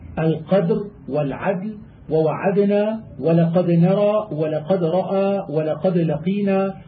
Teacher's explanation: فإن كان سكونها لازما سواء كان من كلمة أو كلمتين وأتى بعدها حرف من حروف المعجم لا سيما النون، فلا بد من قلقلتها وإظهارها لئلا تخفى عند النون وغيرها لسكونها واشتراكهما في الجهر